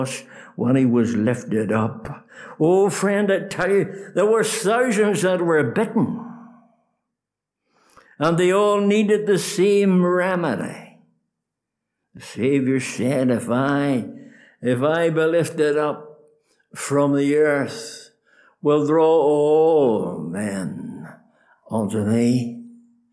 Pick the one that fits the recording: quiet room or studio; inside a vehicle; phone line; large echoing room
large echoing room